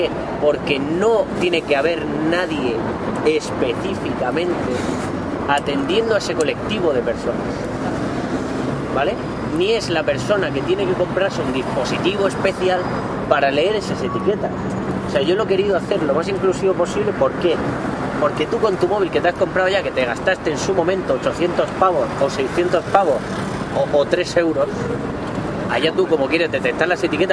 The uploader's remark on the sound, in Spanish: Escucharemos una porción de una sesión práctica en una parada de autobús dotada con las etiquetas de este sistema.